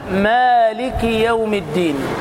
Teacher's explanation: فمثلا الألف نقول مالك يوم الدين، ألف يمد مدا طبيعيا بمقدار حركتين، مد طبيعي يتناسب مع طبيعة الإنسان.